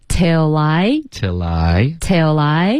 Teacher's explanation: 我们这个 until 跟 I 会发 till I 来